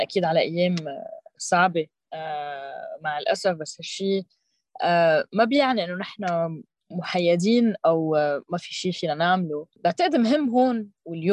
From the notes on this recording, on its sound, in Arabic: تمّ تسجيل المقابلات مع الضيوف عبر تطبيق زووم نظرًا لصعوبة التنقلات وتوفيرًا لوقت الضيوف.